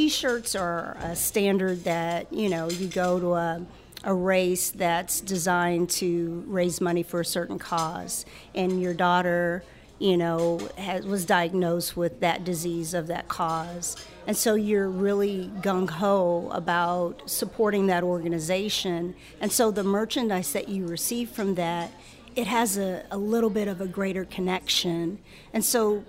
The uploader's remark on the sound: The show was recorded live over lunch at Mansurs on the Boulevard